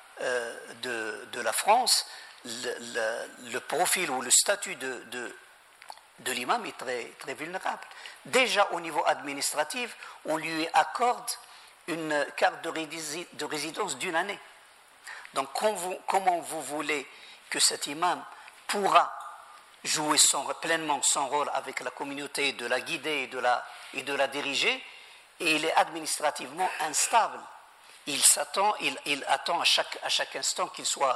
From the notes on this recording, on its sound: Thirteenth and final lecture in the Aula Árabe Universitaria 4 series, held in Madrid